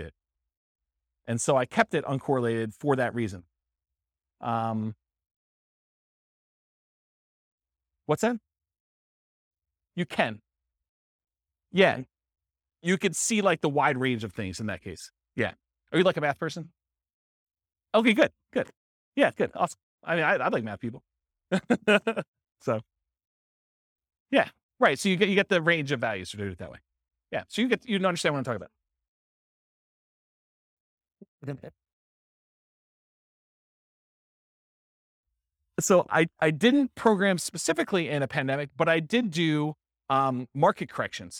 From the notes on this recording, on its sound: This was a live class recorded